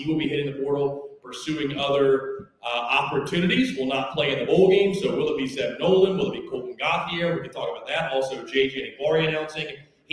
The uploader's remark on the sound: all live from Tin Roof in The Vista